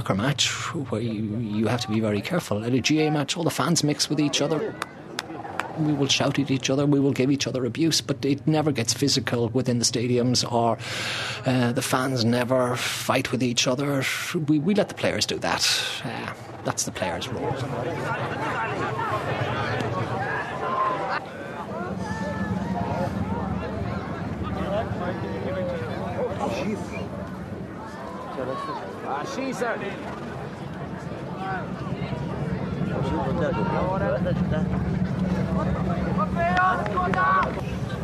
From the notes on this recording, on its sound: recordings made at a local club game